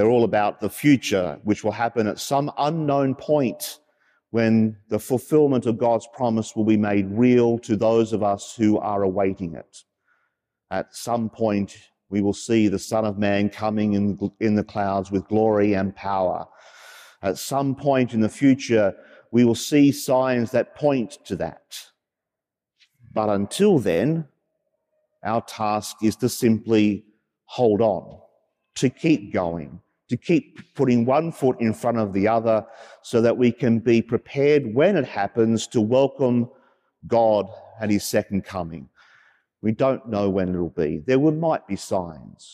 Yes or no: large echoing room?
yes